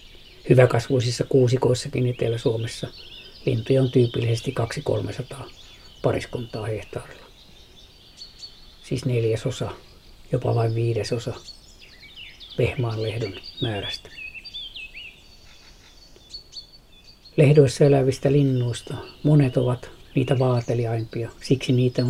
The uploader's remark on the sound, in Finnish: äänitti lehdon lintukuoroa Parikkalan Siikalahden rannalla